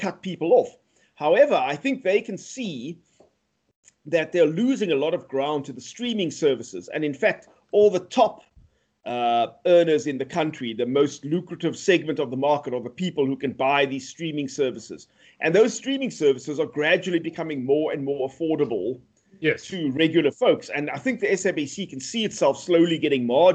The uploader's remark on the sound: The sound quality is incredible thanks to the FiFine microphones we have on test. Recorded via Skype.